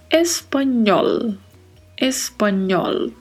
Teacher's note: o L, que tem o som com a ponta da língua tocando o céu da boca